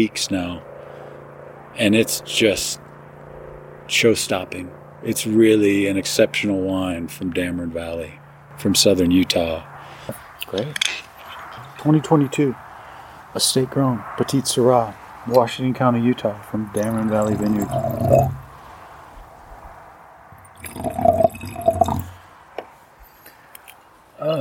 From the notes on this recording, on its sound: We’re coming to you from the Bold and Delaney Vineyard in Dammeron Valley just outside St.